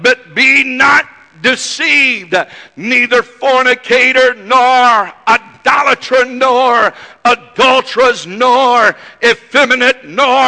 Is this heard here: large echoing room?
yes